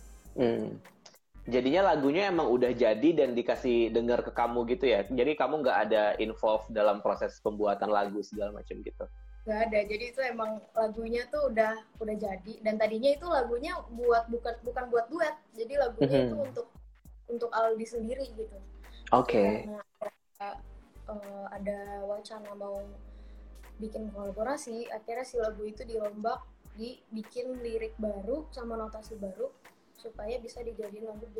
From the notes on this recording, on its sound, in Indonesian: detikcom berkesempatan untuk melakukan Instagram Live